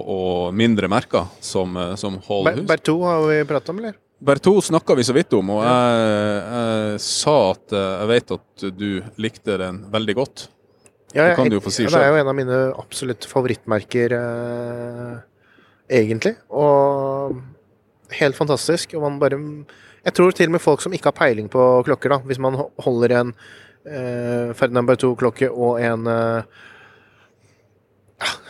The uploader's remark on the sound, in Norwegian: Ny dag på verdens største klokkemesse, Watches and Wonders! Rapporterer live fra messegulvet.